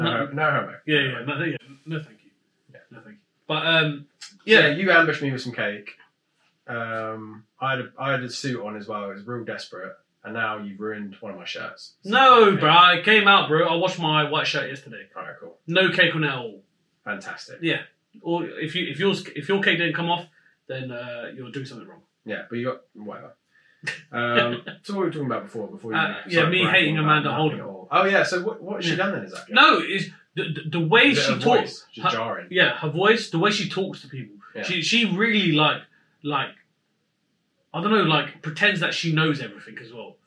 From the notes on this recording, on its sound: Mics weren't working despite being plugged in.